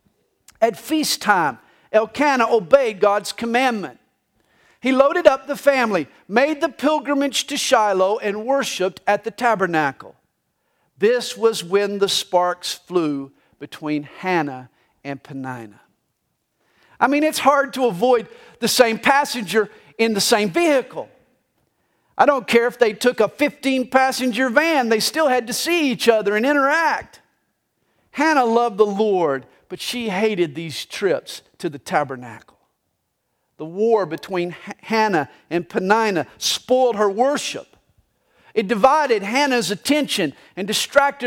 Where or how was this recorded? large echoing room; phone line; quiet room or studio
large echoing room